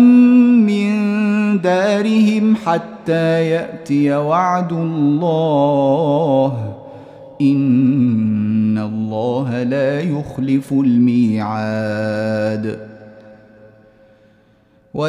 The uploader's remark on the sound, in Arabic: مسجل من صلاة التراويح بمسجد السلام بحي مشرفة بجدة.